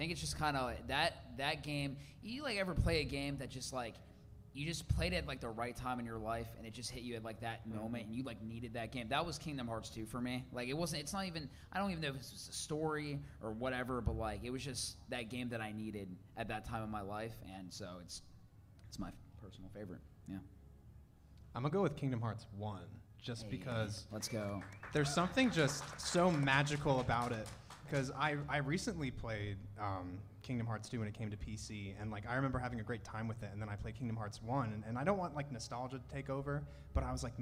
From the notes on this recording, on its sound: Live From Austin, Texas!